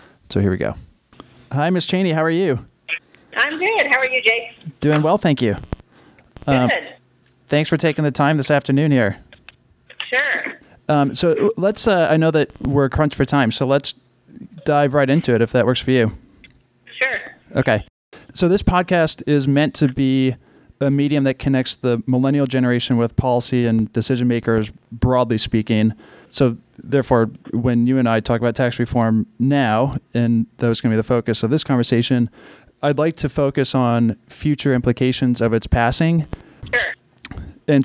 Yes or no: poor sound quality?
no